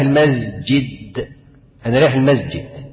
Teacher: وطبعا في القرآن الكلمة من القرآن تقول لك ايه، يقول لك سبحان الذي أسرى بعبده من المسجد الحرام إلى المسجد الأقصى، فعمل ايه بقى، حول السين لإيه لزاي، لأنه عمل عملية جهر للسين، يعني حبس النفس مع السين